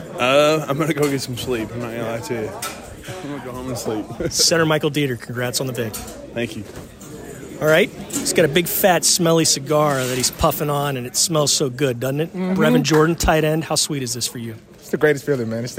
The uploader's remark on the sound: goes inside the locker room with some excited players